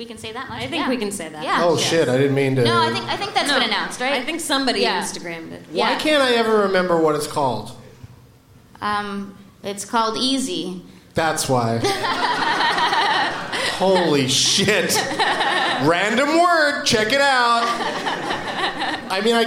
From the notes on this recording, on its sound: In another show from the Gramercy Theatre in NYC.